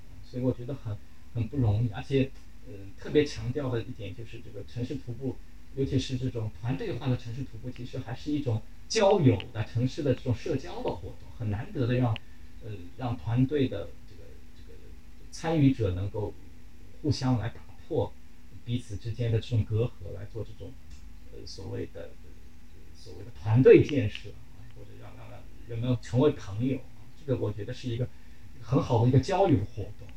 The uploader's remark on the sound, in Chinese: 录制条件所限，本期录音存在不可逆转的音质损伤